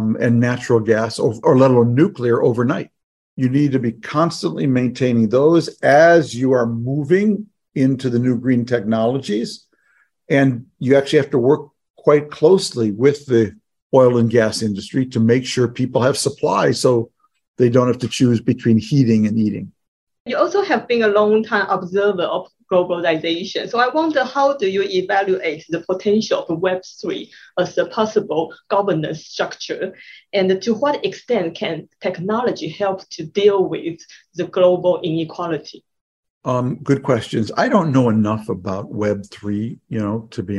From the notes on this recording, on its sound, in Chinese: 本集節目內容取自遠見雜誌團隊線上專訪錄音